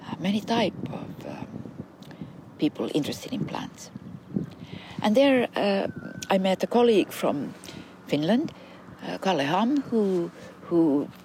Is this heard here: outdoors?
yes